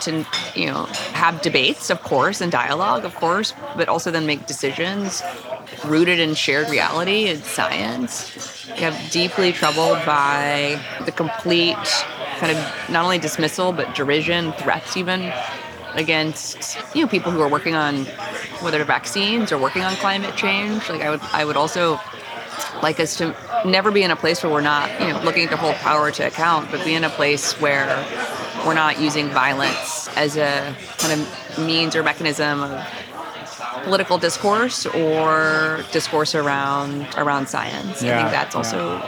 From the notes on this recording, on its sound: Over salmon salads. This episode of Dinner's On Me was recorded at Upland in NYC's Flatiron District.